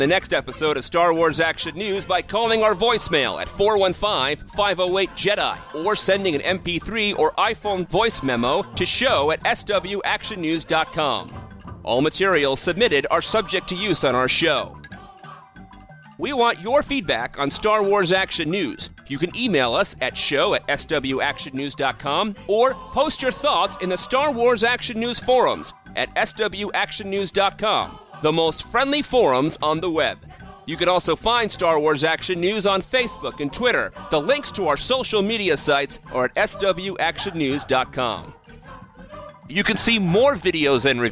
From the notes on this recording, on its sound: Recording live at Wizard World St. Louis.